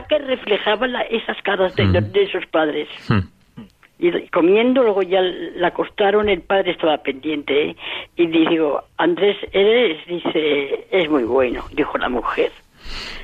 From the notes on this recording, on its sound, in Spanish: Programa en riguroso directo con llamadas de oyentes, mensajes de audios, testimonios, arte y cuentos.